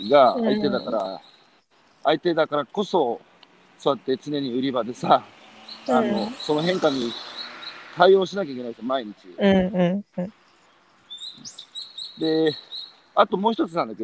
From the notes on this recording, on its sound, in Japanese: 歩きながら1時間、対談する。